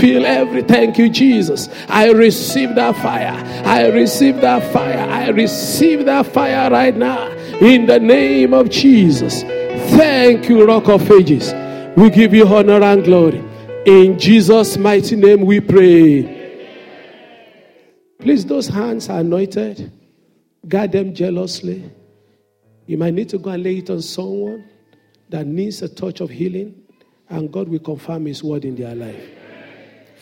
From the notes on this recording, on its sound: Sunday Service message preached. Fountain of Love, RCCG Aberdeen, UK.